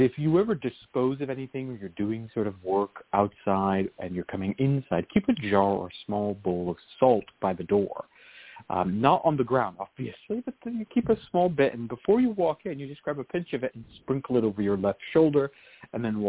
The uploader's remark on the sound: Is a real, live call-in show.